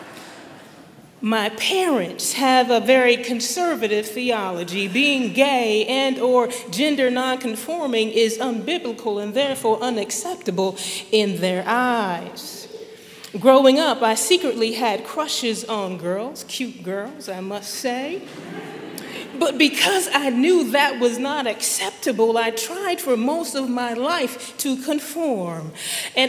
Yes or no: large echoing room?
yes